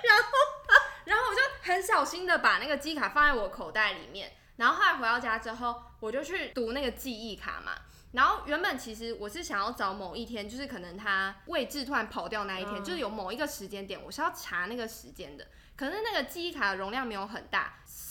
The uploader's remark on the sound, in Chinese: 本集聽起來會有一點剪接感。為讓收聽感更流暢，所以我就做了一些剪接 但還剪得不夠好。我的笑聲真的太大聲了 用耳機收聽的人務必小心。